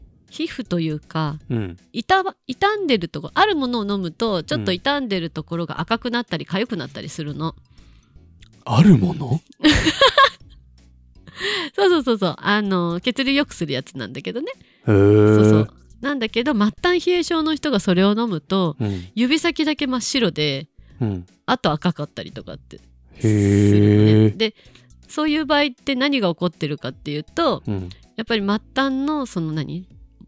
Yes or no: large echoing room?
no